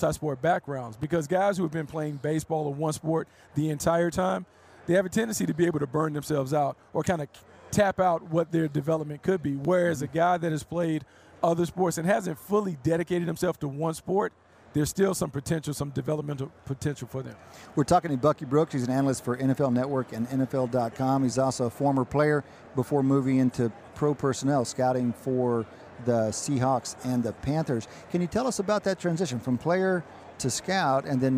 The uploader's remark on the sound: live from Radio Row at Super Bowl LIII